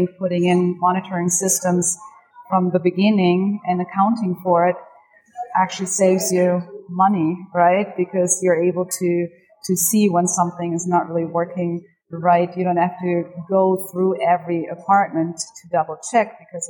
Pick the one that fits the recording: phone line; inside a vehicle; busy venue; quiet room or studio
busy venue